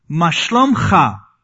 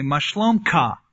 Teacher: You're not used to saying the ch sound, that guttural sound. · Shown in: first take